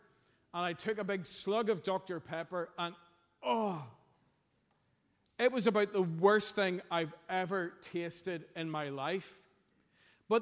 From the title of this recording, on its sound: Sunday 2nd April 2023 morning service